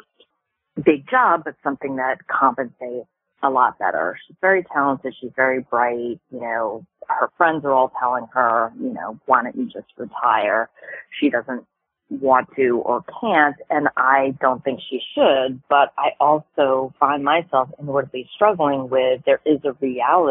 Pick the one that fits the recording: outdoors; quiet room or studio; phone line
phone line